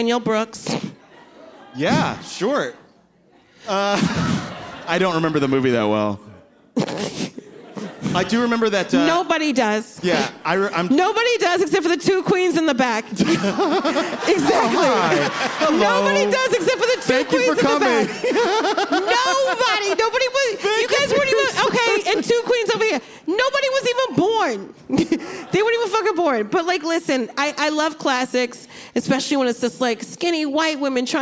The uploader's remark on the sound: Live at the Bell House.